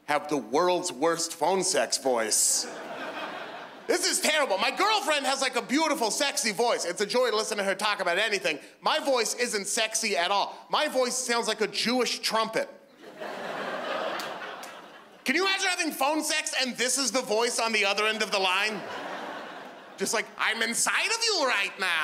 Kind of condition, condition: setting, live audience